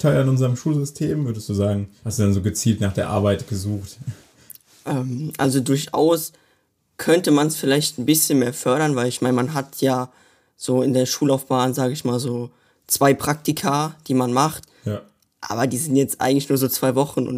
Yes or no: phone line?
no